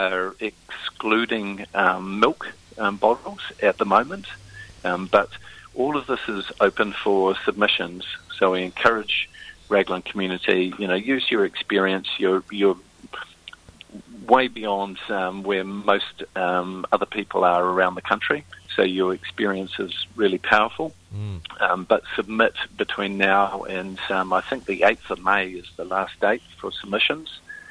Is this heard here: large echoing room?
no